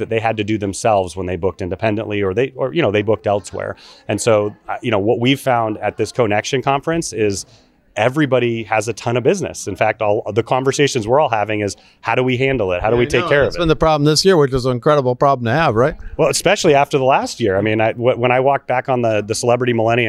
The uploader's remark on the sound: at last month's CoNexion conference at Disneyland